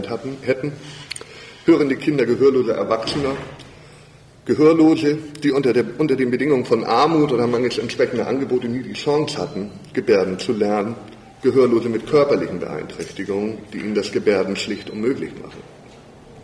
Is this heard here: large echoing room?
yes